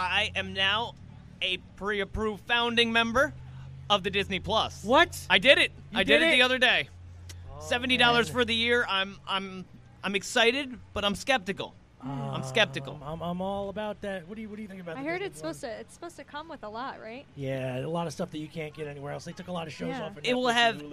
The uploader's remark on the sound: live from Red Hook And The Chocolate Festival